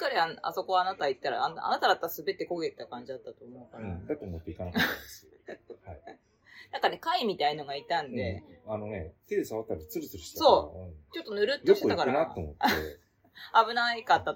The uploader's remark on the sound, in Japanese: 横浜ビジネスパークに行った。IPhone13「ステレオマイク」アプリ／iPhone マイク-前面（Stereo）／ファイル形式 PCM44.1kHz 32bit Float。おっとが離れててちょっと声が遠い＆TVの音落としてくれなくて消しきれてません。